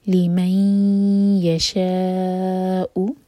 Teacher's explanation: تو ناک میں آواز لے جائیں گے اور دو سیکنڈس کا ٹائم دیں گے. لمن یشاء، شاء پر جو مد ہے یہ ہے مد متصل، مد اور حمزہ ایک ہی ورڈ کے اندر ہیں. · Term: ادغام غنہ کے ساتھ